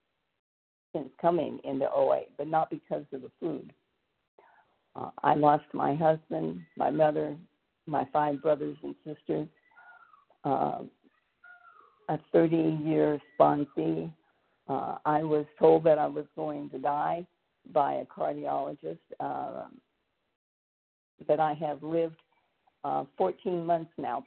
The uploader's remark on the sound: from the 100 Pounders Phone Meeting, 2/21/24.